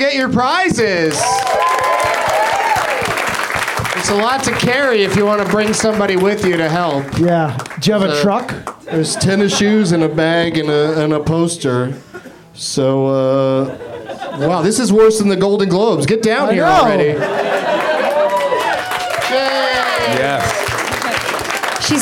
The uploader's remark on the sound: Live from the UCB Franklin